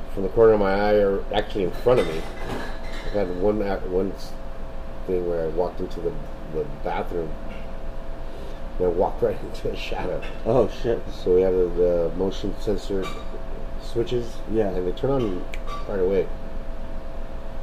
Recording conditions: busy venue